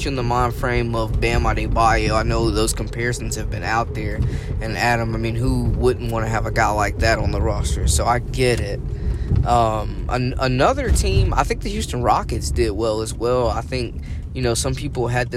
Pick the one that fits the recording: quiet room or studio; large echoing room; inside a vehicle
inside a vehicle